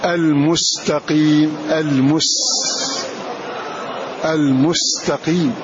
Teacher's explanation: فلا بد من خروج هذا الصوت الذي يسمى بالصفير مع حرف السين